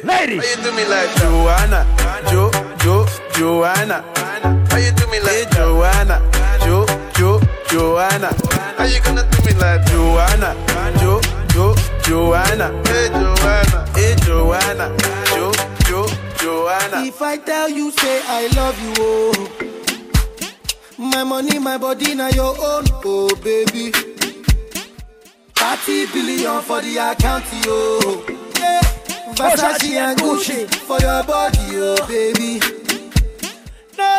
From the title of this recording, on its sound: LIVE AT ISLAND SATURDAYS ON SEPT 29TH